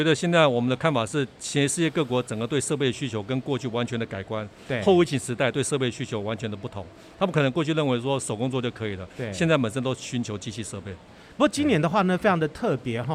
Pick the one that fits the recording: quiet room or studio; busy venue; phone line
busy venue